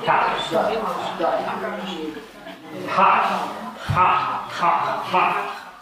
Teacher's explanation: «Та», когда язык касается твердого нёба. · Term: церебральные